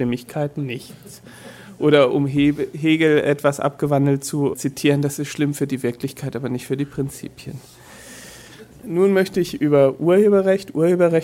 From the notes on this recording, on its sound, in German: Auf der Archivia 2014 hielt er einen bemerkenserten Vortrag